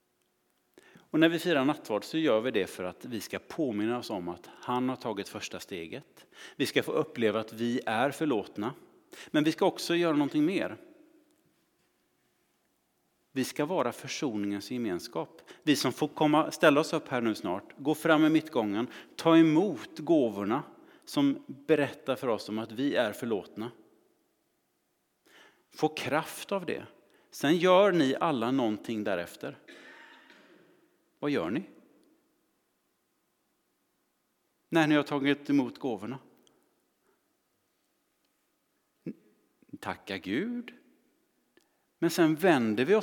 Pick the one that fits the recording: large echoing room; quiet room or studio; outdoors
large echoing room